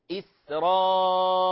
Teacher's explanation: مثلا كلمة إسرائيل بالسين، سين واحدة ساكنة همس، فنقول إسرائيل، ولا نقول إسرائيل، نبالغ في همس السين.